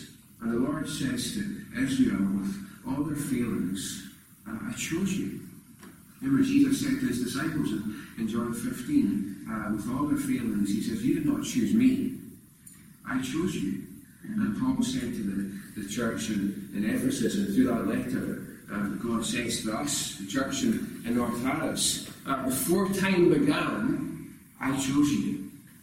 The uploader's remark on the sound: Recorded at North Harris Free Church on Sunday evening 21st November 2021.